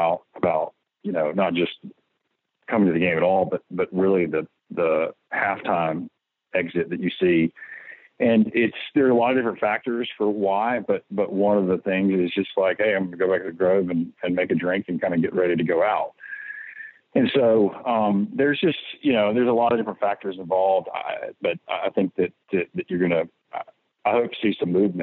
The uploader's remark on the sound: joined on the Modern Woodmen phone line